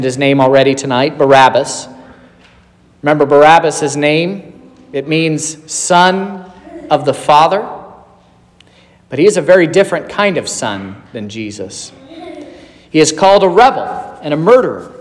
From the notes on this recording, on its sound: This is the sermon preached at Trinity Lutheran Church in Vallonia, Indiana, on Wednesday, March 22nd, 2023.